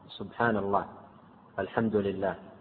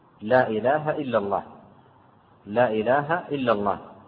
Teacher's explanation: لأن حروفها كلها جوفية ليس فيها حرف شفوي، يعني لا تتحرك الشفة عند النطق بها · Shown in: second take · لا إله إلا الله لا إله إلا الله ما تتحرك الشفة تنطق بها.